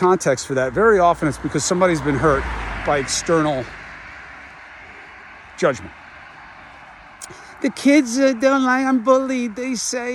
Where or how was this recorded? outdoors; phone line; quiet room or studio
outdoors